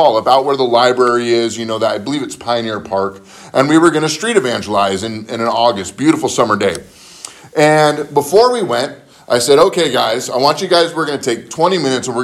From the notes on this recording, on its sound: spoken at Living Word Lutheran Church in Graham Washington